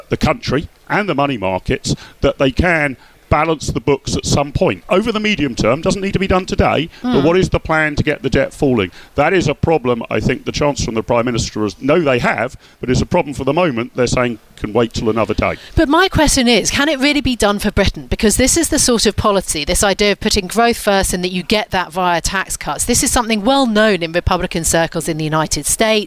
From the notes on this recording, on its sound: At the Conservative Party conference in Birmingham